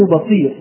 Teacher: اختفى التنوين حال الوقف، حينما تكون الكلمة منونة بالضم، ضمتان · Term: الوقف على التنوين